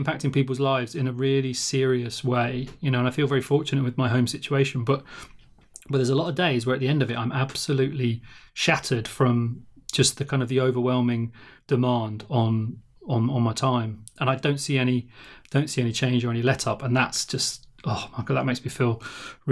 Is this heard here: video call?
no